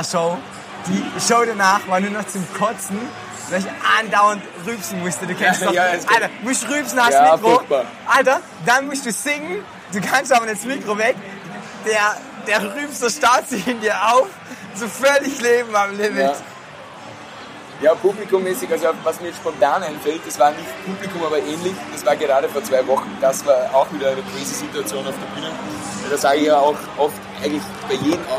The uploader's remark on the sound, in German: Live vom Canstatter Wasen